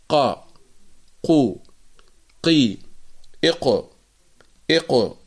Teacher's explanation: تخرج القاف من أقصى اللسان مع ما يقابله من الحنك الأعلى اللحمي، وهي المنطقة الرخوة في أقصى، في آخر، يعني الحنك الأعلى.